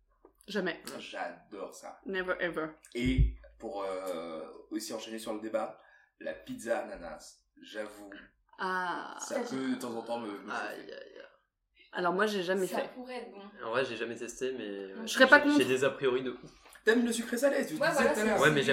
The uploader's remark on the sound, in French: Désolé pour le petit bruit de fond, les réglages d'enregistrement sont encore en cours !